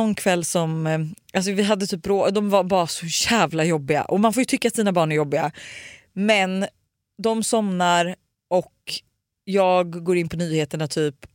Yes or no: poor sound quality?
no